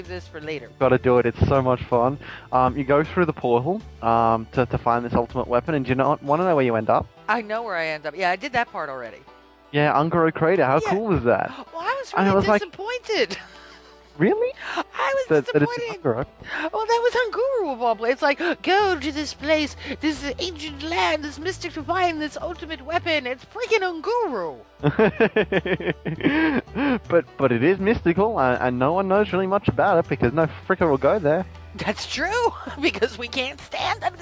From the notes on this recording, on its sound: Called in to do a little venting himself!